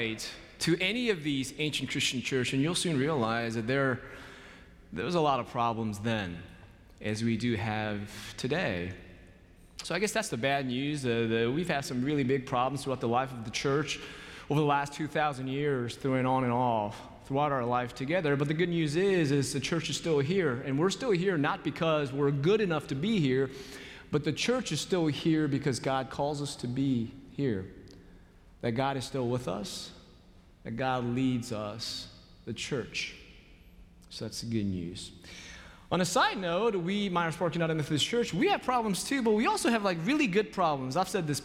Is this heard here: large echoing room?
yes